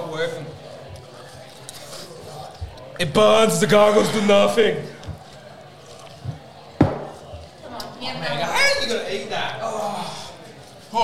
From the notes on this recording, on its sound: The boys are live from Varsity in Waterford as they tackle the "Devil Wings" Challenge. Bonus audio of the lads doing the challenge live and in a whole lot of pain!!!